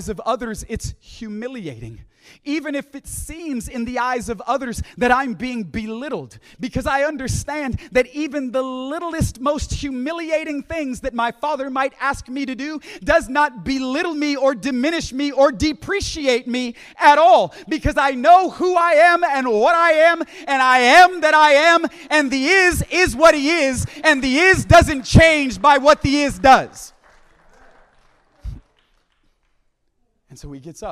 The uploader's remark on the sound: at the Deeper Conference hosted by Home Church in Long Island, NY.